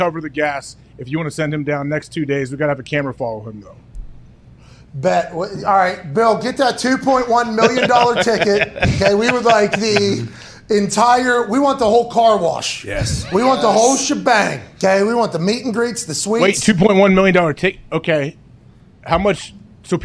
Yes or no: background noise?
no